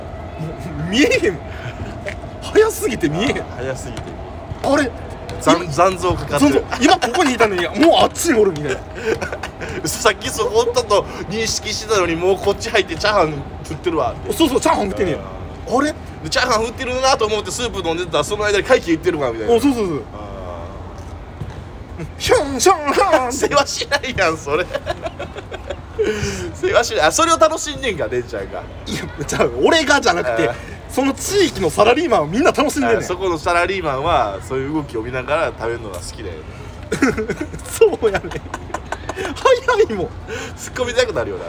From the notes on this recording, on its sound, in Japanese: 公園で蚊と戦いながら収録しました